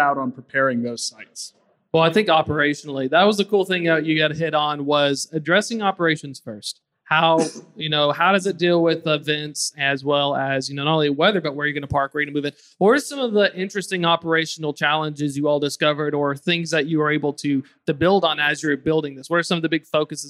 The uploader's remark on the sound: fireside chat on day 2 of F3